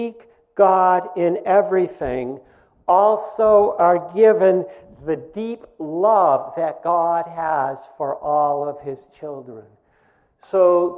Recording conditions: large echoing room